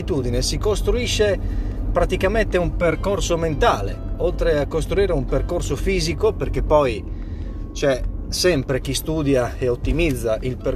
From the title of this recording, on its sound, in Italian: Live dalla macchina